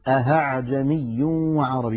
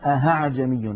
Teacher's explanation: أن يقلب الإنسان الهمزة الثانية هاء فيقول أهعجمي وعربي، ونسمعها أحيانا من بعض إخواننا غير المتقنين فيقولون أهعجمي، هذا لا يصح يا إخوتي لأنه قد أبدل الهمزة هاء أي حولها إلى حرف آخر، والتسهيل شيء والإبدال شيء آخر. · Term: إبدالها هاء